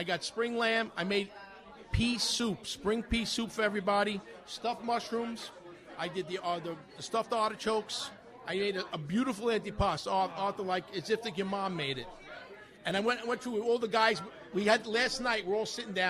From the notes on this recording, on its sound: Live Broadcast from L&B Spumoni Gardens , Bensonhurst, Brooklyn, NY. Live Broadcast from L&B Spumoni Gardens , Bensonhurst, Brooklyn, NY.